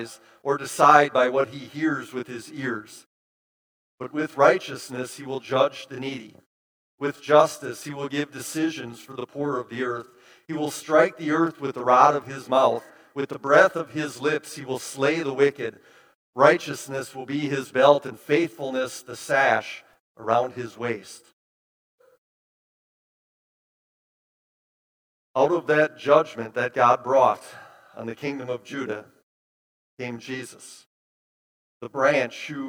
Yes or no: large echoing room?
yes